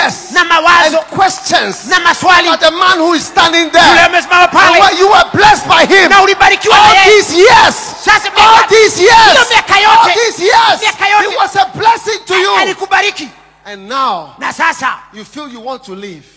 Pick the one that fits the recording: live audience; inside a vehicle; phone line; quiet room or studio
live audience